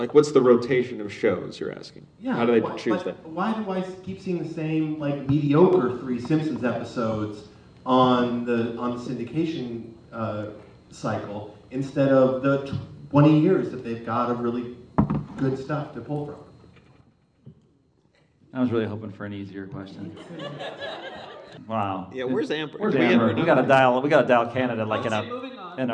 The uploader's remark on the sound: This podcast recorded in front of a live studio audience. We came to a movie theater in "the ELC," (the Cerrito Speakeasy -- thanks guys!).